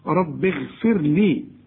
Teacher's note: الراء هنا حرققها لأن كل راء عليها سكون قبلها حرف مكسور